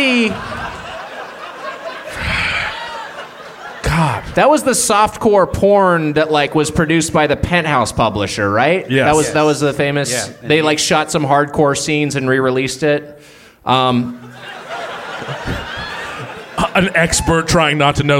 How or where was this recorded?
live audience